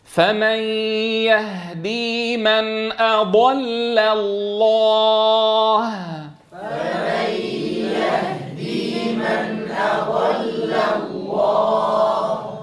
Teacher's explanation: لاحظوا هنا اللام المرققة الأولى هي وقعت بين مفخمين، الأول الضاد وبعدها أتى لام لفظ الجلالة المفخم، فلا بد من انتباه إلى ضرورة الترقيق.